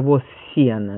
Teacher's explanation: Если второе слово начинается с глухого, ну, например, «воз сена», да, то глухим оказывается и первый.